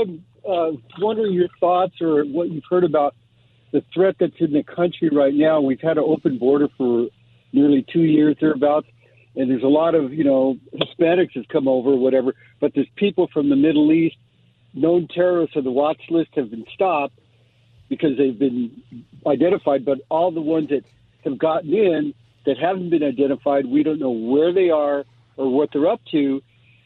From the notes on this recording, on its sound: Open Phone Friday